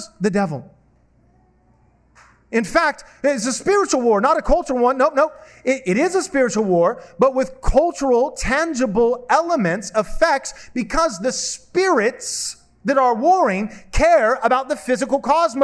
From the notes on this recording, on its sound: This sermon was preached at Covenant Bible Church